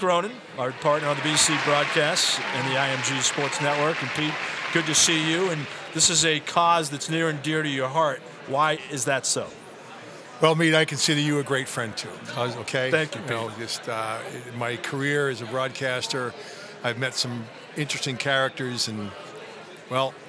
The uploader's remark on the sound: Recorded live at the Concussion Legacy Foundation annual Gala in Boston.